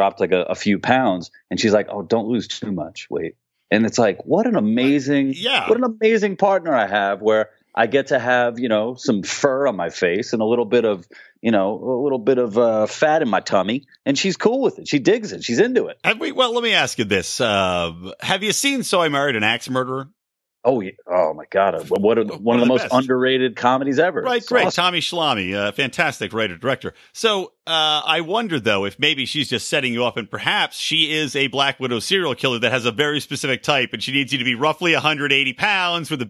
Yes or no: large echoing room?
no